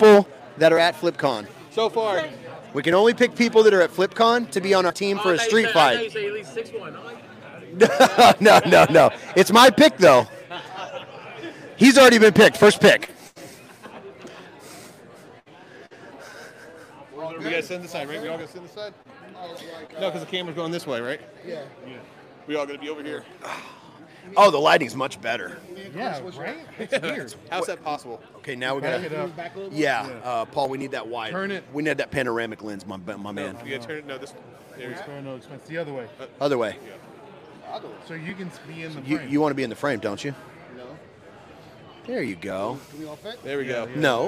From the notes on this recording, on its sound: LIVE FROM FLIPCON